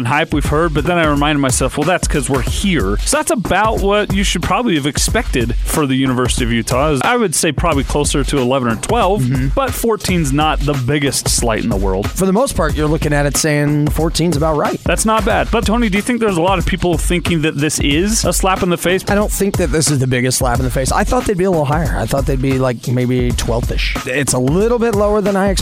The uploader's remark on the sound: LIVE at Marley's Gourmet Sliders